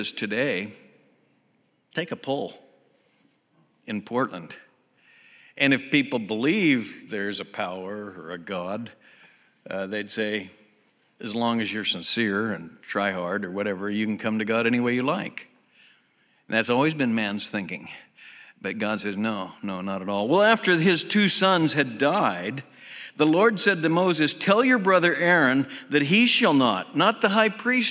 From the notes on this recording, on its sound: Southwest Bible Church in Beaverton Oregon